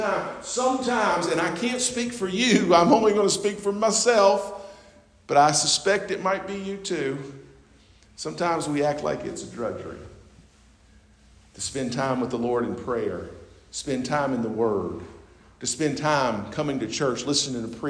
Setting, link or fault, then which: setting, large echoing room